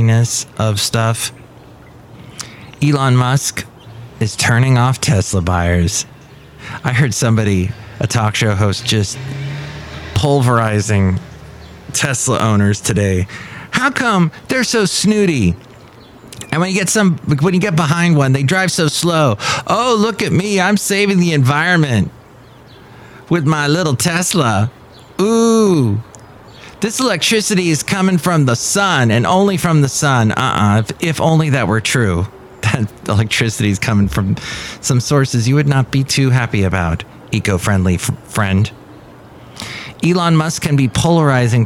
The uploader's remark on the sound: podcasts live from Café Anyway